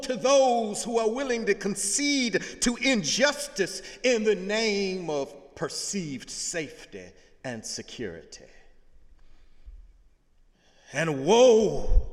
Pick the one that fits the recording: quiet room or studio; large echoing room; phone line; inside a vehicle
large echoing room